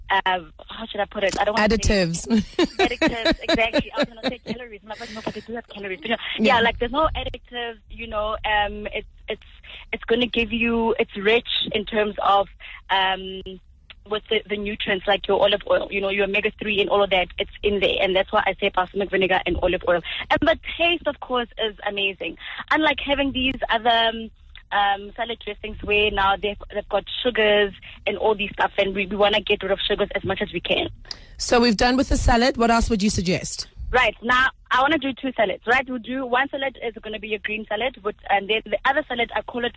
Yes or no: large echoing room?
no